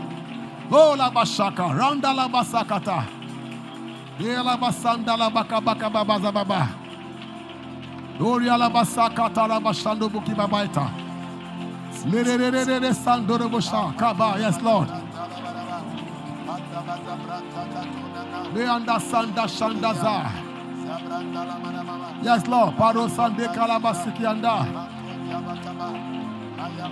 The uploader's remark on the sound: Preached at LCC Goshen